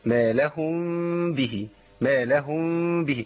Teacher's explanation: ان انا اعمل تماس للشفتين عشان احقق الغنه